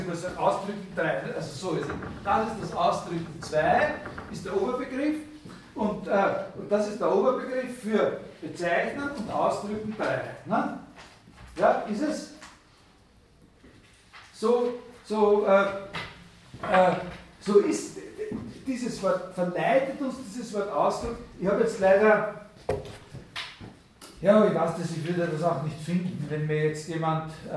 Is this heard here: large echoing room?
yes